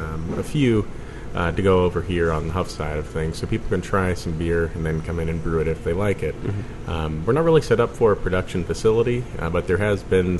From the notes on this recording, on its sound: Recorded at Hough's in Pittsburgh